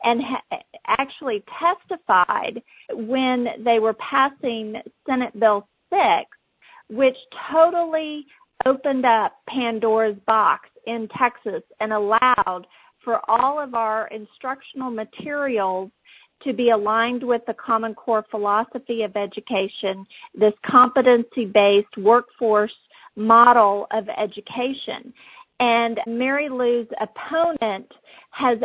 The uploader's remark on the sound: Communication Team Conference Call 3